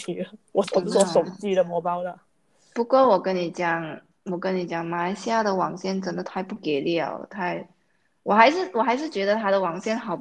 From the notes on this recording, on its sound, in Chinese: 我们的播客是需要靠网络来录制的时候，两边网线的延迟